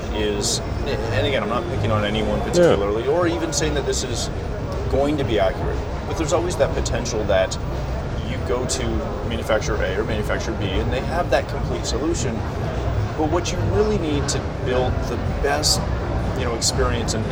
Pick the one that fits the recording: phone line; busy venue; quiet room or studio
busy venue